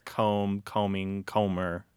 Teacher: If you're looking for a general rule, any word, any root word, let's say the infinitive form or the noun form of a word where the B is not pronounced, the B is not going to be pronounced if you inflect the verb